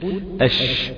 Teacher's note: وحرف الشين فيه فرجة أو فيه مسافة أو فيه قرب من أعلى الحنك، إلا أنه غير ملتصق، ففي هذه المنطقة ينتشر الهواء أو ينتشر الريح في الفم.